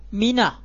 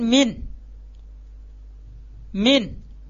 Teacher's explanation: Tapi ketika masuk al-bait, kita tambahkan al-bait, maka menjadi fathah, mina. Bukan min al-baiti lagi.